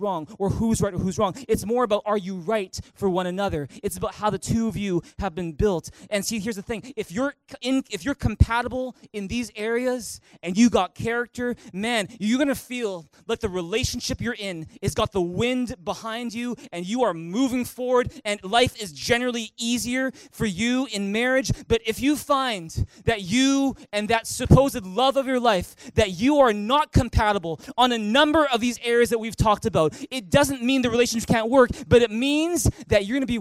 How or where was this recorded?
large echoing room